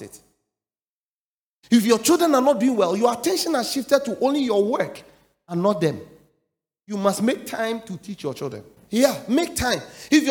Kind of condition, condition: setting, large echoing room